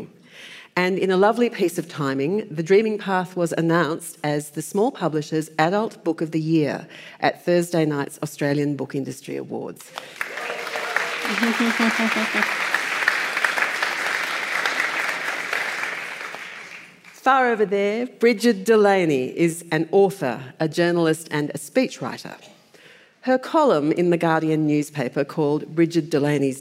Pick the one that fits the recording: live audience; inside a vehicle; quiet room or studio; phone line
live audience